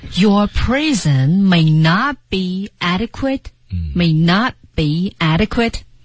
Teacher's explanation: may not beadequate， not T 失去爆破